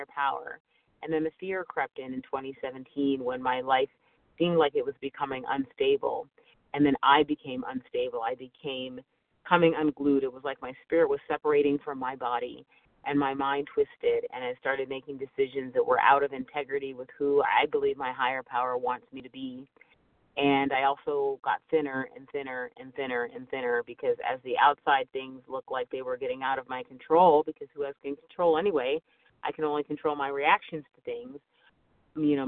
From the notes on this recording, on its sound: 100 Pounders Phone Meeting